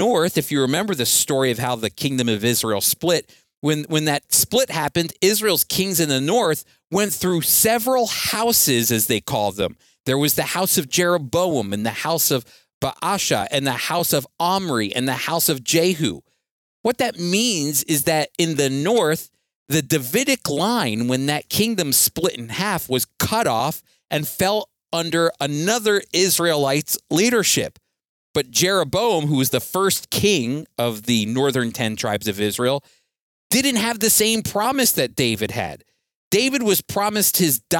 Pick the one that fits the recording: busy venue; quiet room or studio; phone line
quiet room or studio